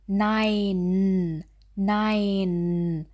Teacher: Und auch bei dem Laut N, hier bewegt sich die Zunge nach oben. Die Zungenspitze geht hinter die oberen Schneidezähne.